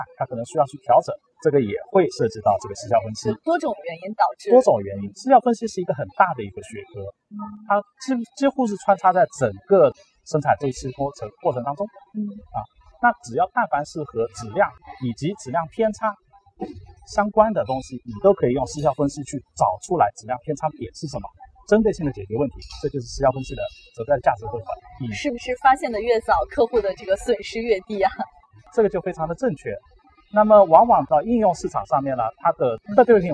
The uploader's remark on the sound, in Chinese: 2019年慕尼黑电子展现场